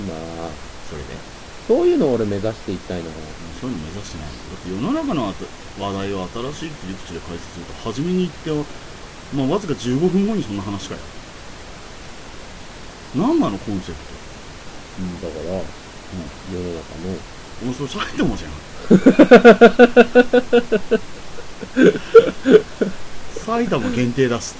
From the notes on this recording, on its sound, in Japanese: 久しぶりの録音環境と編集。ちなみに音質とサー音が入っているのは、録音環境が悪いからです。